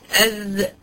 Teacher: في الذال والثه لسان كله ايه؟ مستفل وايه؟ منخفض، عشان هما مرققين، لكن الطرف متعامد.